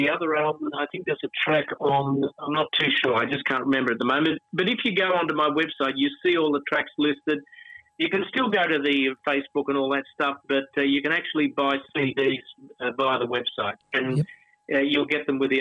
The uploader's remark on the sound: Phone Interview